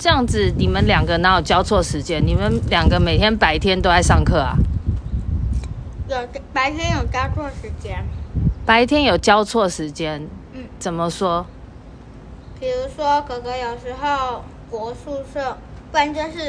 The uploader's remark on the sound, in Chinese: 本集頂樓風大收音。來到樓頂偽野餐。